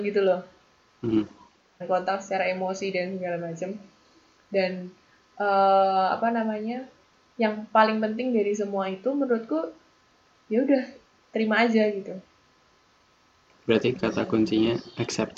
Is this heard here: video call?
yes